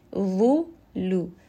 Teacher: Lam is a light letter, so do not make this heavy.